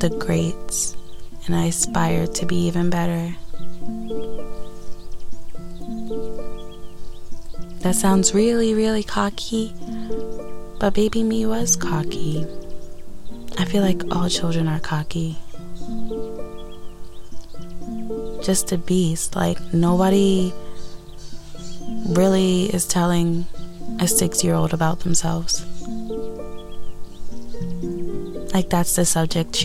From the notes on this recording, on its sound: Today I tried to be one with nature and sit outside as I record.